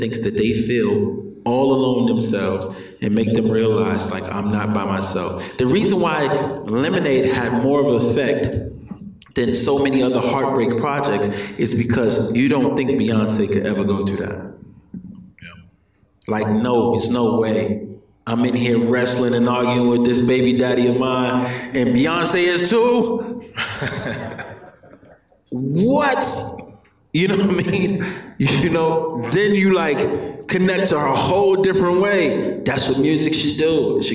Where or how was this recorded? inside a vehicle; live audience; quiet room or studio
live audience